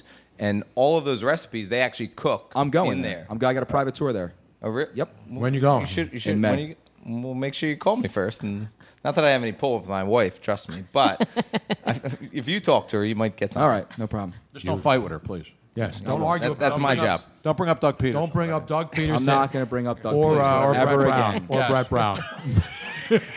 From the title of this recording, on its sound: Live from MOONSHINE